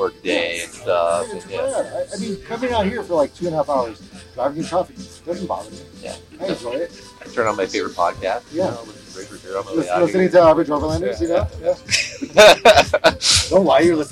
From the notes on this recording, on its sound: Completely bomb the sound mix on this one. Sound quality issues aside. Out in a very unique location, Lasertown, out in in Johnson Valley thanks to Mythosaur Motorsports who threw a very cool wheeling event in the middle of the desert.